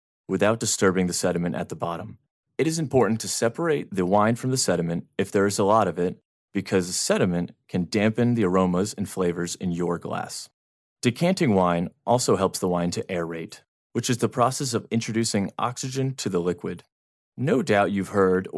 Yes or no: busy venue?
no